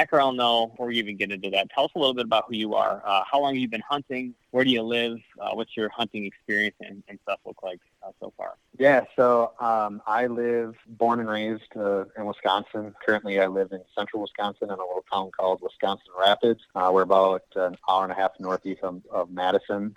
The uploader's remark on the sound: This episode was recorded back in Early spring when everything in Michigan was shut down. I had to call in myself, so the audio is a little iffy.